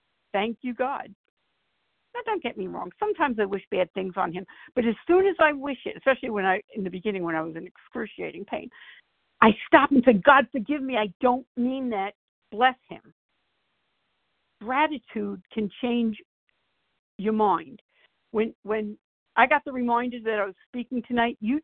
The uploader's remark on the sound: from the 100 Pounders Phone Meeting